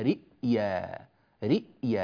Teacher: ورش يقرأها رئيا، رئيا يحقق الهمزة